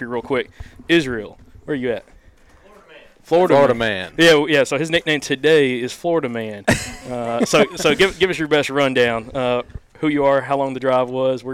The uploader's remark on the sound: Live from Bows & Brews! We sat down and recorded with a bunch of folks who came out to our first bows & brews event.